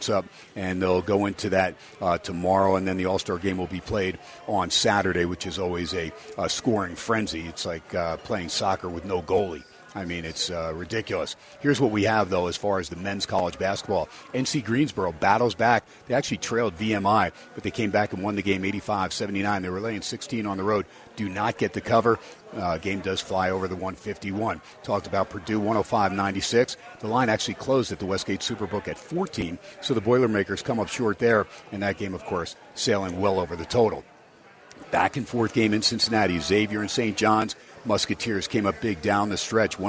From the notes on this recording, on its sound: "Live" from #SteinersPub #LasVegas. On 101.5 FM K-DAWN & streamed on the #worldwide #Audacy App!